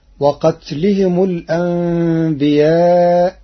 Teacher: قرأ ورش كلمة الأنبياء بنقل حركة الهمز إلى الساكن قبله ثم حذفه، ثم أبدل الياء همزة مع مد المتصل لنطق الهمزة صحيحة فتصير وقتلهم الأنبياء.